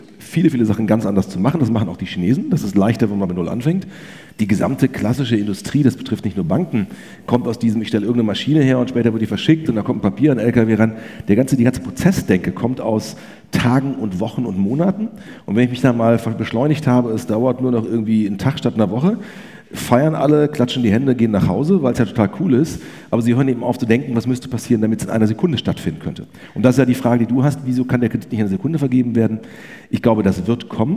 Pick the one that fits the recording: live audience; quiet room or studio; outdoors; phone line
live audience